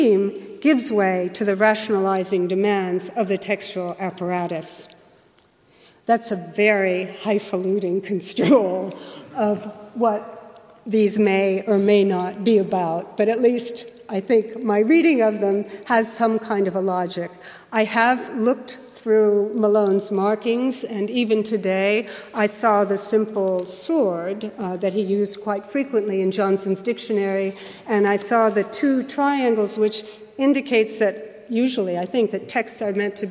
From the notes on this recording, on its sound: Keynote lecture